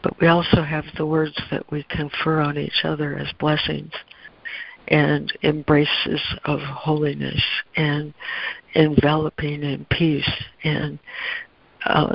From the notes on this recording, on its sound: ACIM Daily Conference Call